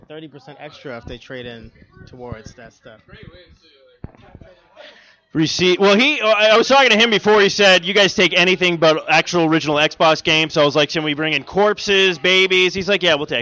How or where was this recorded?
busy venue